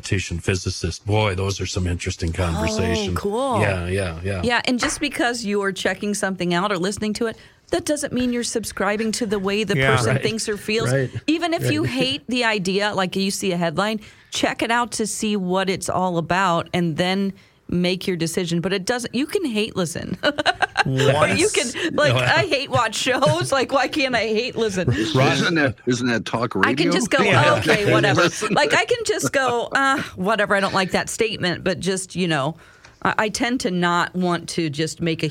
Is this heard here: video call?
no